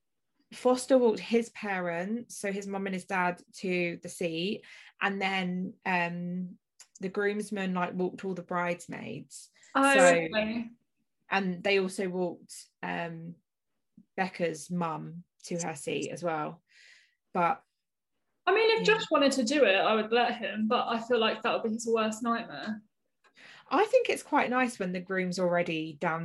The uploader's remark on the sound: We do our first zoom podcast.